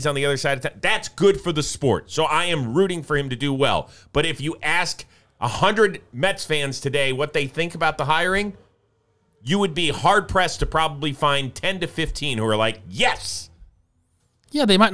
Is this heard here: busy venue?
no